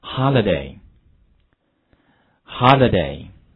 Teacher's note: 注意字母 I 发的是 e 的音